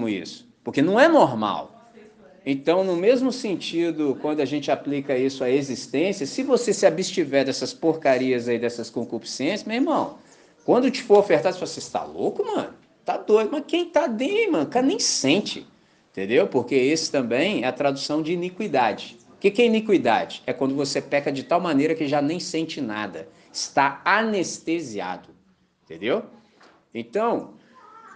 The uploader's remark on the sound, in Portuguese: Gravado na manhã de Domingo, 10 de Dezembro com a Missão Batista em Candelaria, Volta Redonda, RJ.